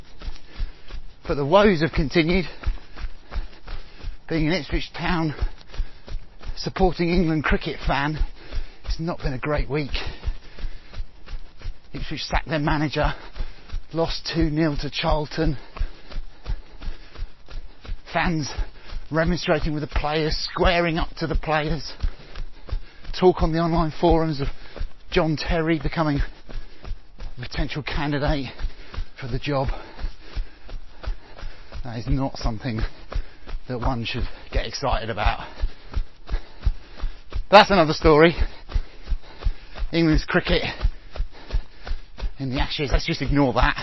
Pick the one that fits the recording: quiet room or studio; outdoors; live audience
outdoors